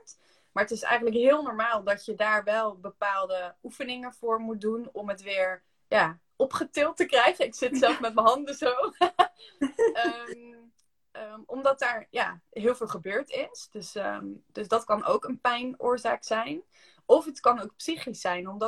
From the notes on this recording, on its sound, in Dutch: Heb ik een Insta live opgenomen. Dus we hebben deze sessie ook als podcast opgenomen.